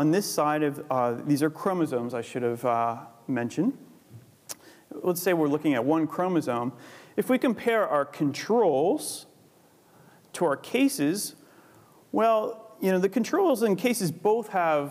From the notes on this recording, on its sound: Recorded 25 September 2014 at the University of Edinburgh's Anatomy Lecture Theatre.